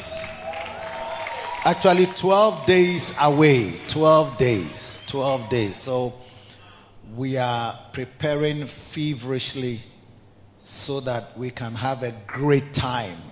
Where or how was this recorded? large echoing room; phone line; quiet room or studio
large echoing room